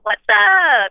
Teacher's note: There's this thing called glottal fry, which is kind of when you don't have enough air, but you're still talking